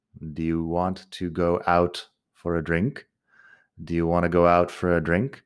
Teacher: Fíjate que junto todo ahí, no estoy haciendo pausa entre palabra y palabra. Lo digo todo seguido, como hablamos en español también, sin pausas.